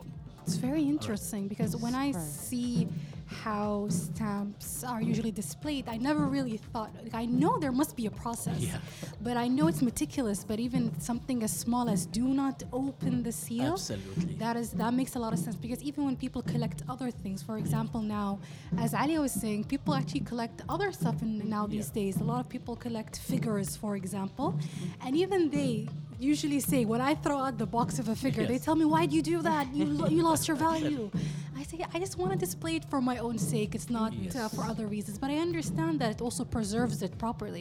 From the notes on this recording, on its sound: Live from SHD 2023